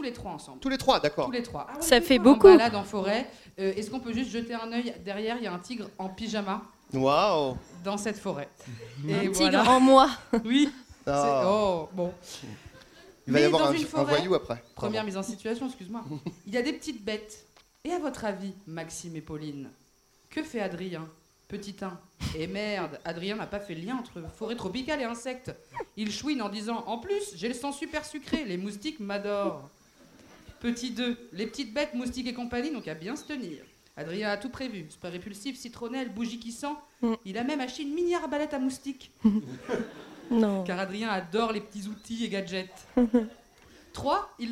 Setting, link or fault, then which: setting, live audience